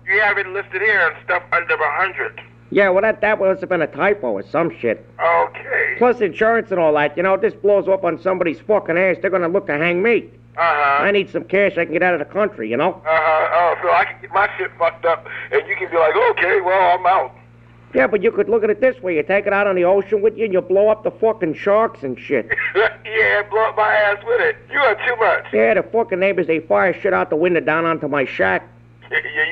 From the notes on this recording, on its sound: Prank Phone Calls Collection